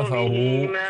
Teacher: فخم الراء في كفروا